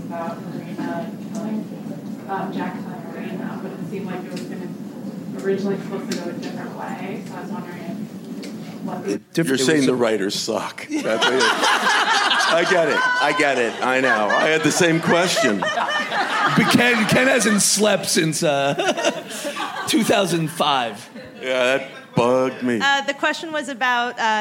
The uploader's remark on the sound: Recorded at ATX Television Festival